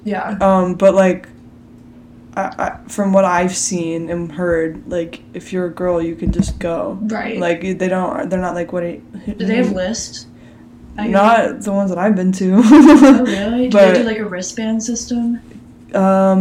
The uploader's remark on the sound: apologies for the lack of audio quality for this episode